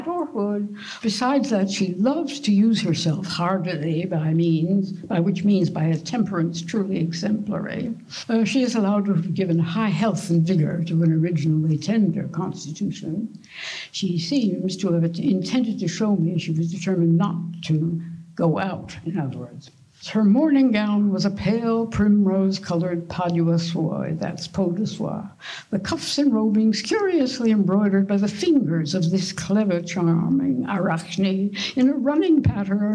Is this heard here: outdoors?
no